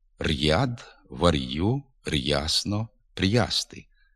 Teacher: А в надністрянських говорах після твердого «р» виділився звук «й».